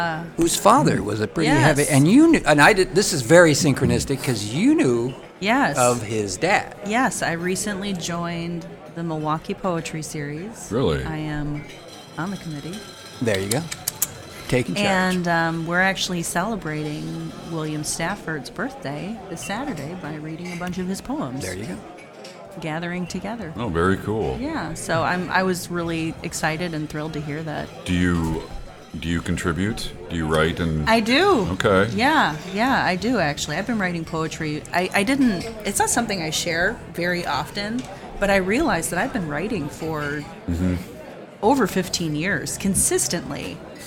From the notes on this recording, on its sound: Coming To You Live From Suicide Sally’s